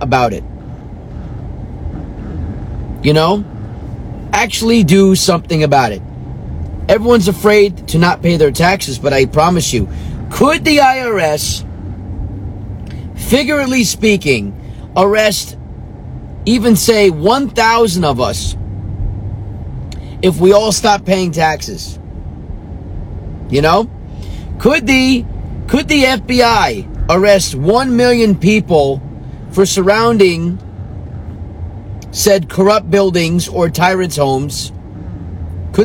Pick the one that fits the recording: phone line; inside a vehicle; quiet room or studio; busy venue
inside a vehicle